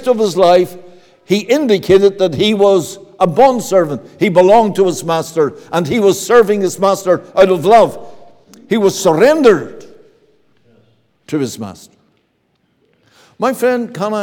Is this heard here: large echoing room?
yes